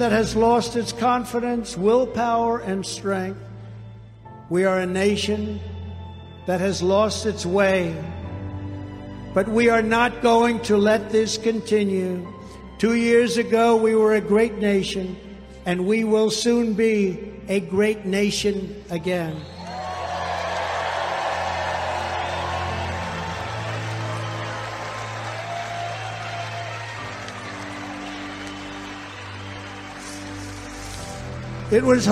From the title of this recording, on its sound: Rally Speeches - Youngstown Ohio, 9/17/22